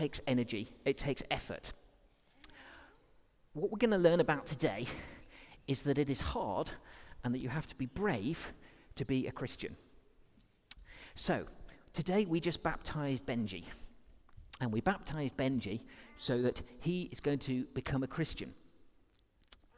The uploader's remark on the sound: Recorded during our all-age service